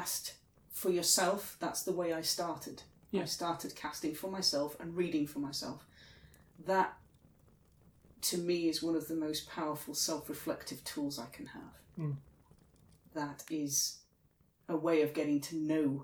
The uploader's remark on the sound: Background fire ambience by inchadney from freesound.